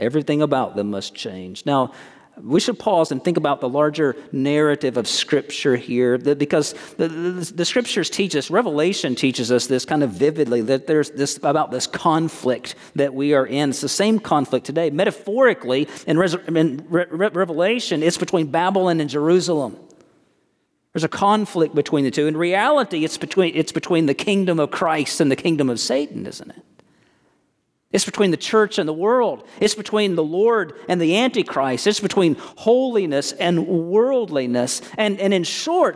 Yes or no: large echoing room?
yes